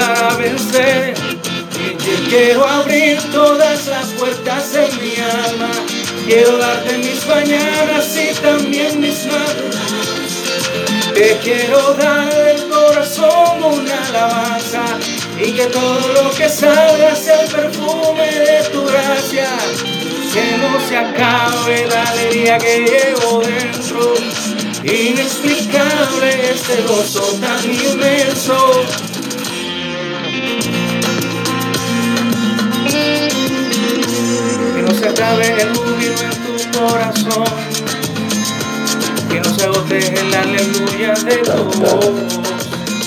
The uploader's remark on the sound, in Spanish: Actualmente grabo con mi teléfono.